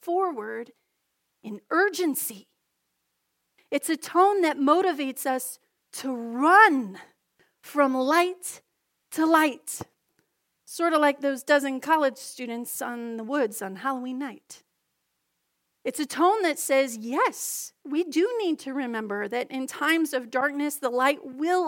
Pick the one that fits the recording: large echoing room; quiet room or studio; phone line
large echoing room